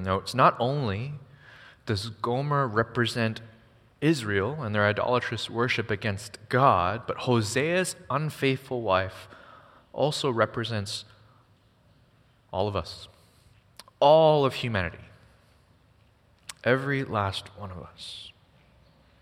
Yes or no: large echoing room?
yes